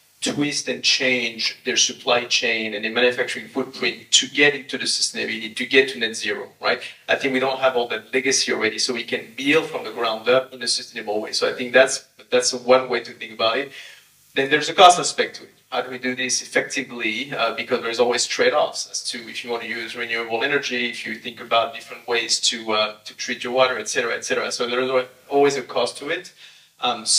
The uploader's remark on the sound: a panel conversation that took place at the FoodNiche Summit NYC